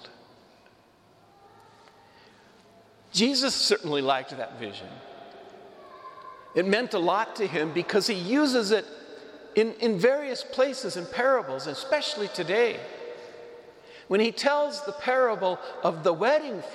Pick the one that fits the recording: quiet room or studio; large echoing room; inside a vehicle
large echoing room